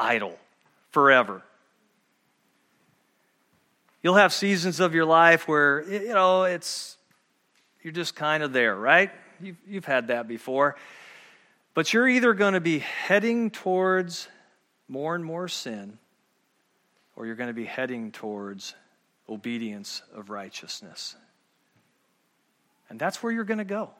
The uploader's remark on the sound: at Murrieta Valley Church in Murrieta, California.